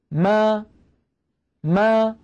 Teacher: فألاحظ بأن الشفتين تكونا ملتصقتان أو ملتصقتين ثم تبتعدان عن بعضهما ما، ويصاحب ذلك مخرج أصل الفتحة أي مخرج الألف ما. · Term: ميما مفتوحة